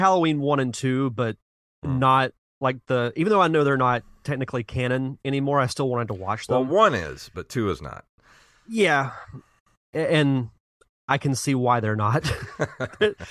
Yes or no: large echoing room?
no